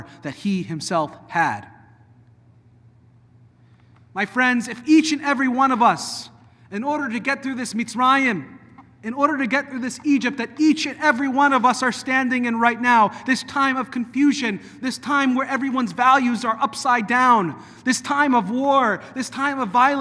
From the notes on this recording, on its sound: delivered at Temple of Aaron on Shabbat morning on January 6th 2024